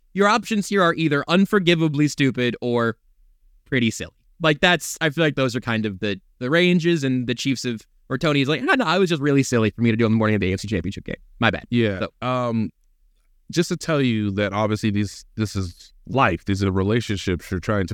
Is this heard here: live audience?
no